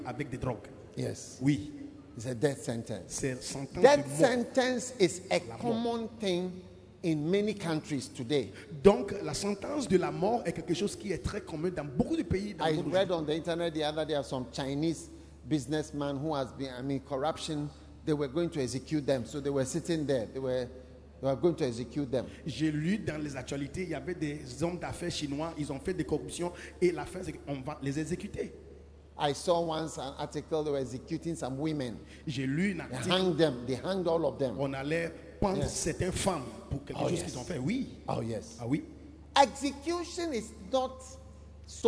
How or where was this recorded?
large echoing room